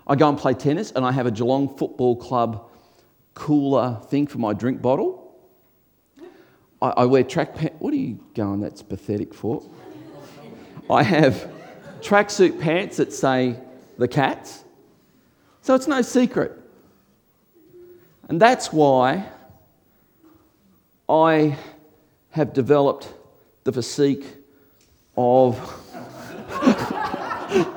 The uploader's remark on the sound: before a live audience